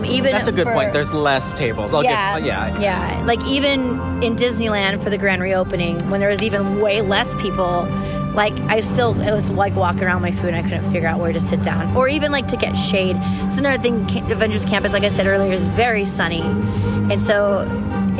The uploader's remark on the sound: WE ARE LIVE FROM AVENGERS CAMPUS!